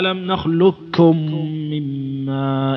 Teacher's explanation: نعم تقلبها قاف، تقلب القاف كافا خالصة ألم نخلقكم مما، لكن يجب أنك تحترز بحيث أنك تضم الكاف كويس، تضمها زين، ما تقول ألم نخلقكم، لا ألم نخلقكم ألم نخلقكم. · Term: الإدغام الكامل